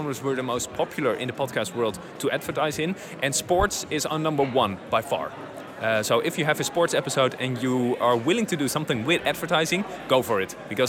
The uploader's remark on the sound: Live from Podcast Movement in Las Vegas